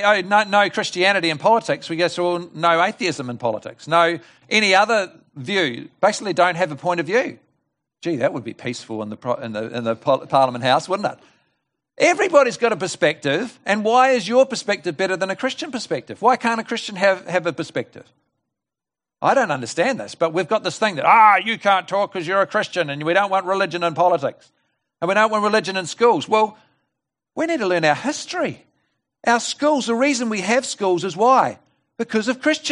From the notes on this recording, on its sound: This message was delivered at The Rock Christian Church on Sunday 4 October 2020 at the morning service.